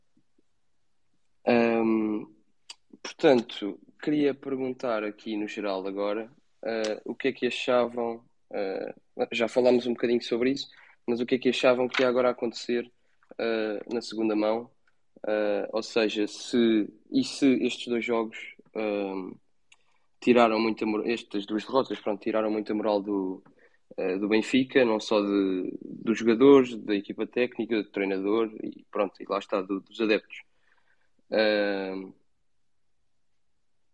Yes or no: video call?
yes